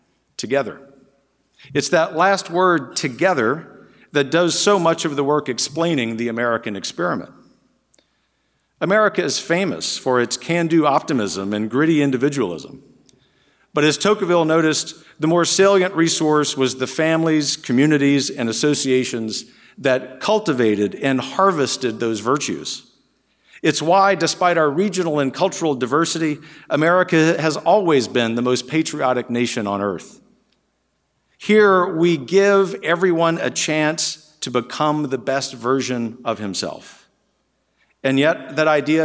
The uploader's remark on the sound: In his remarks to the third National Conservatism Conference on September 12, 2022